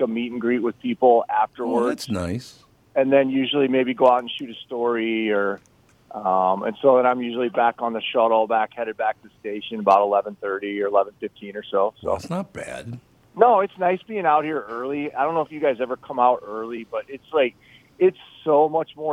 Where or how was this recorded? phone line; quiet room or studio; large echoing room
phone line